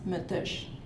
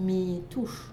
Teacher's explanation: But for the Sheshachit version, the first one is a long vowel and the second one is a short, and they don't centralize · Shown in: second take · Term: first long, second short